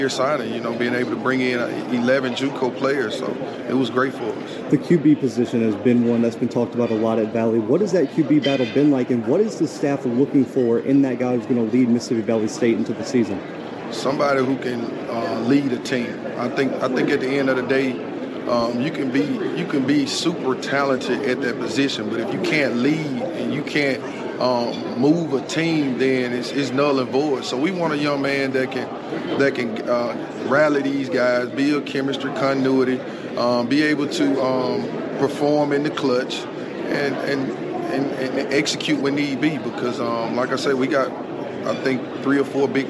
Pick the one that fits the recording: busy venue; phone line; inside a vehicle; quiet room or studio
busy venue